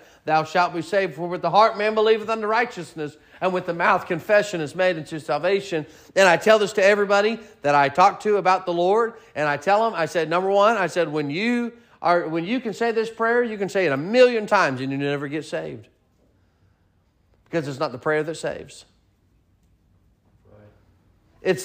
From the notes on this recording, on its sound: Sermon preached at Mid County Baptist Church